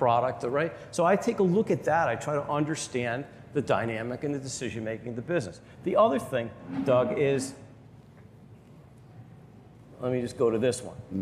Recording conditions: live audience